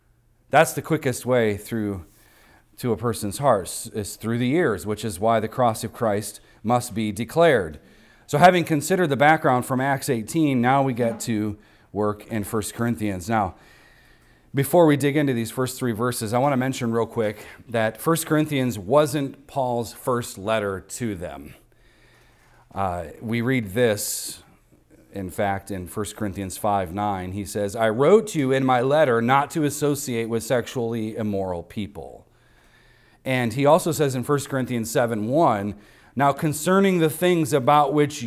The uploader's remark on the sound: recorded on Sunday, January 14th, 2024, at the weekly worship gathering of Cross & Crown Church.